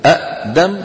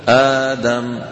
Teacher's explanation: أبدلوا الهمزة الثانية الساكنة حرف مد مجانس لحركة الهمزة الأولى · Shown in: second take